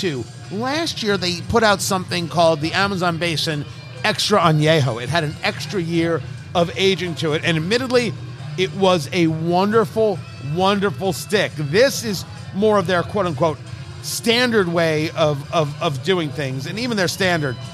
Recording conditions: busy venue